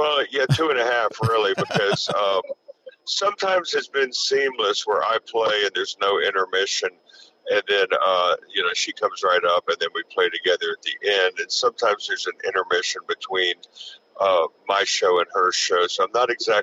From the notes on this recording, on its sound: Today, we hopped on the phone